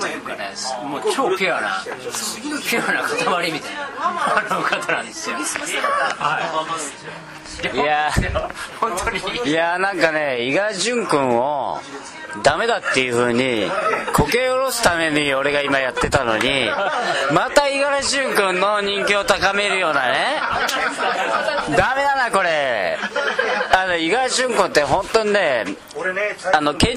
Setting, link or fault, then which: setting, busy venue